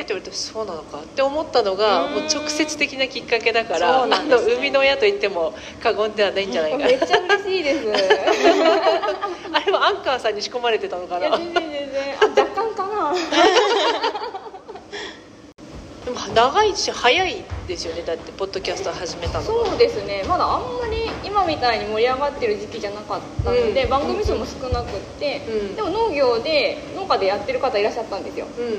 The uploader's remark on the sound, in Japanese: 公開収録。収録の環境が変わったため、少しホワイトノイズが入っています。会場にゲストとパーソリティーの子供２人が自由に遊んでいたため、声も入っています。